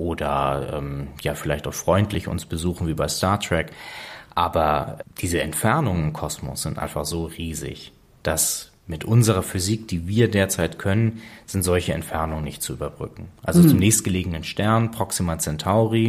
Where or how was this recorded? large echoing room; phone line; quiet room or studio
quiet room or studio